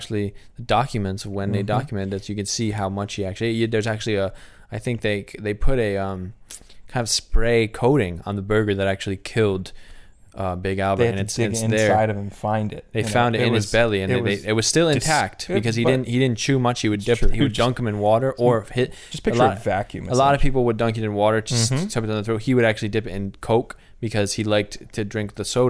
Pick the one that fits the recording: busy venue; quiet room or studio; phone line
quiet room or studio